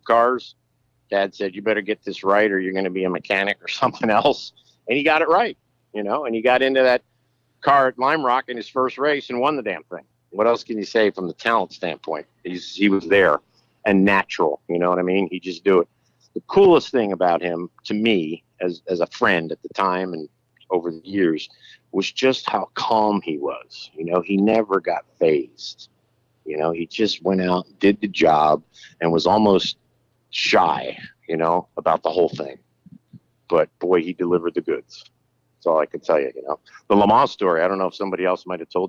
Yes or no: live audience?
no